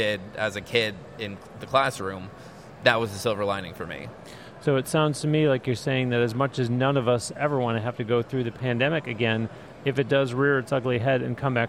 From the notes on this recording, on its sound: Audio recorded on-location at the Summer NAMM Show in Nashville. Guests that he welcomed on-stage during the opening session.